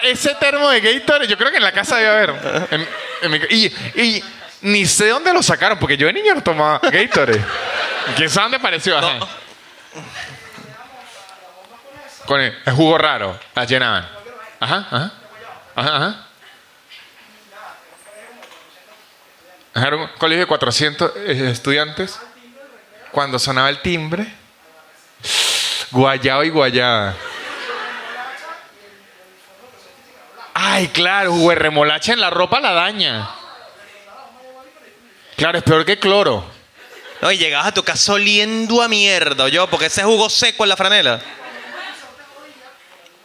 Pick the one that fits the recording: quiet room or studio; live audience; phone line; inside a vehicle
live audience